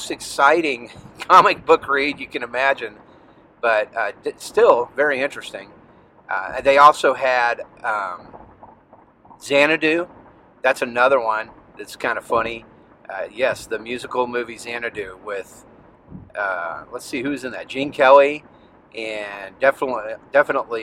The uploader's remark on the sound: At first it's just another of my driving rants covering what's bugging me and things I'm into. A couple of clips recorded during the infamous Scout Dad Fishing Trip last December.